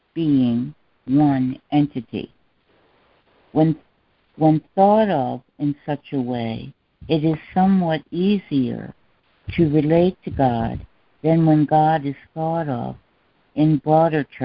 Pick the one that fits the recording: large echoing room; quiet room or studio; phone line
phone line